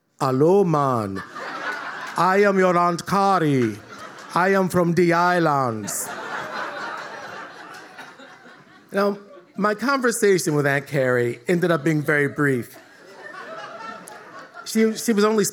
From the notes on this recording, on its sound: The First Time is a live lit and music series recorded at Martyrs in Chicago's North Center neighborhood